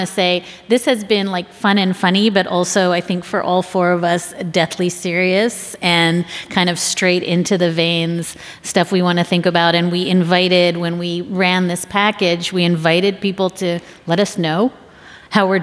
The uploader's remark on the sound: Take your seats for a live show from Washington DC this week. This live show is part of Slate’s Full Court Press coverage. Listeners will hear the question and answer segment of the live show.